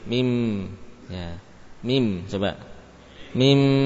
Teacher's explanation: mim yang dihasilkan sebagai pengganti nun adalah mim yang terucap dengan menutupkan dua bibir · Term: qalb